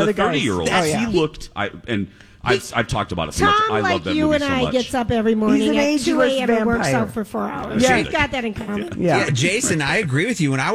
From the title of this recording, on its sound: LIVE from Lush